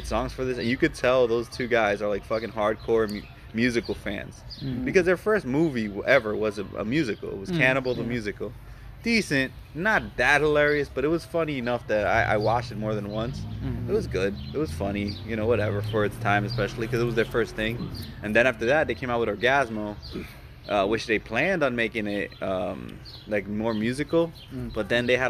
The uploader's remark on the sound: sorry about the noise we recorded it outside and our neighborhood is kinda noisy